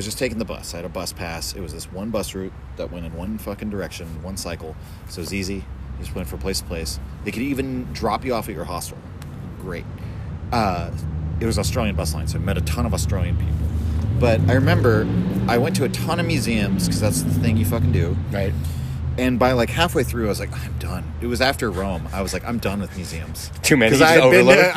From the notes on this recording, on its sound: Chat at Sagebrush. Made our way around back, even though everything was damp. As the bar had only just opened and there was literally no one else there, owing to the rain & the Thanksgiving holiday, but the traffic was picking up outside as everyone rushed to get home. Eventually, we dried off some chairs and began recording a podcast.